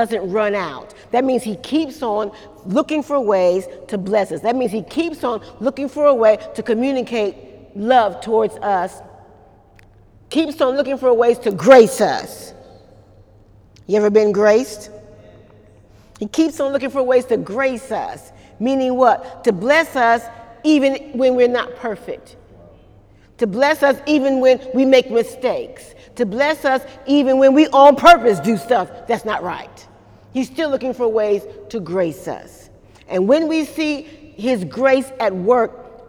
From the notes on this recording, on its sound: During Wednesday night service on July 11, 2018